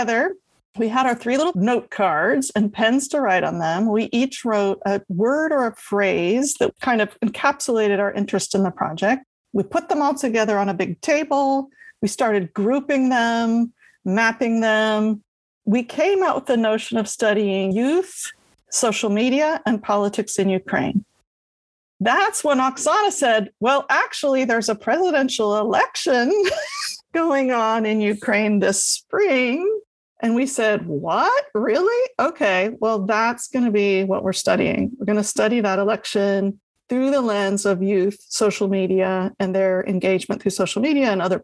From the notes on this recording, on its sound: This episode was recorded on March 14th, 2022 via Zoom.